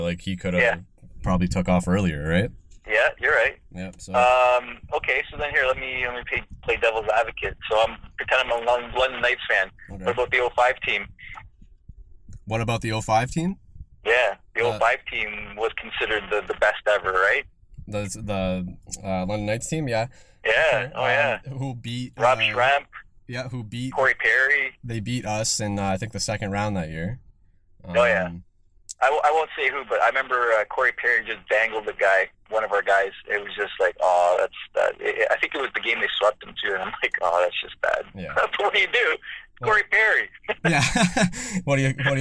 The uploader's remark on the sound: on the phone (09:05)